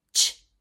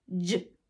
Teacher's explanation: Same way that we're forming them in our mouth, but one is unvoiced and one is voiced.